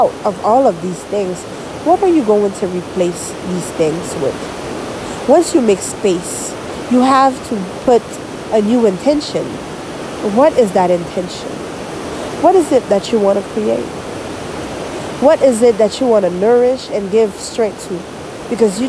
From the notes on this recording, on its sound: Today I am in the mountain in the sound & scenery was simply majestic.